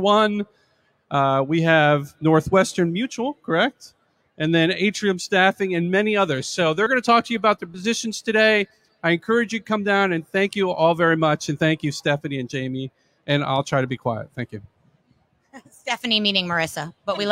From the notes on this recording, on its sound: Recording Live from the metroburb's favorite block at Bell Works. An incredible panel of hiring & inspiring leaders from Monmouth County.